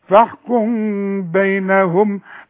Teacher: كل ميم بعدها باء يحصل لها إخفاء بغنة، ما أقفلش شفايفي. اقول فاحكم بينهم، ما اقولش فاحكم.